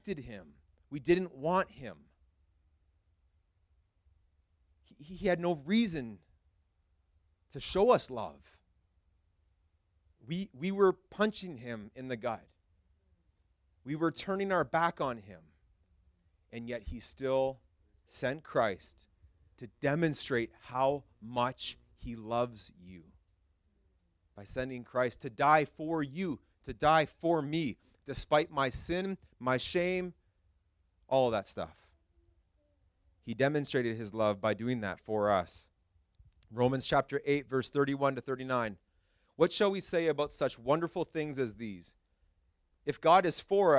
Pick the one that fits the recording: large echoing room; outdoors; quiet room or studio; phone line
large echoing room